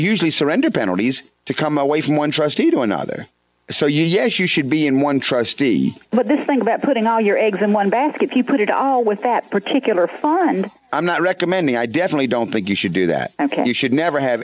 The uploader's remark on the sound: Financial planning call-in show.